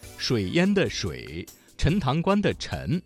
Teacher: 翘舌音声母知吃诗日的字有水淹的水、陈塘关的陈这两个字